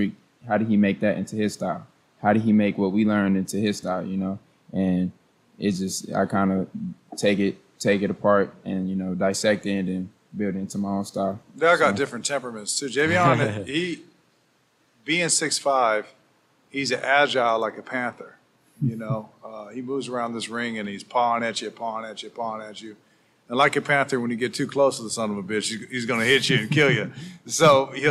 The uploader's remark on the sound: Live from the Jackrabbit boxing academy